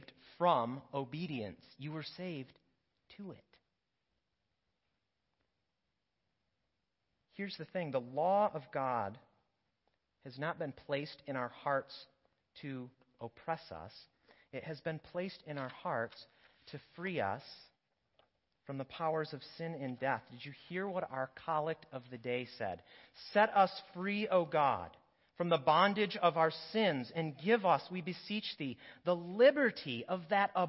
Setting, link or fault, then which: setting, large echoing room